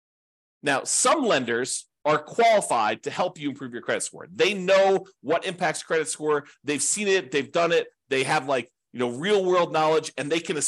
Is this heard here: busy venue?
no